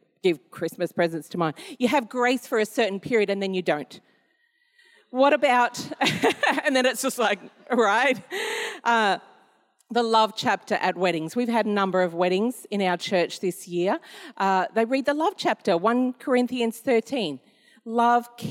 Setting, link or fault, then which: setting, large echoing room